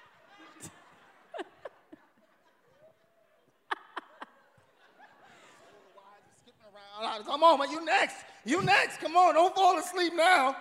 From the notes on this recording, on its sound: LIVE IN DETROIT! The Dead Ass Live Podcast Tour stopped in Detroit and the D showed us love!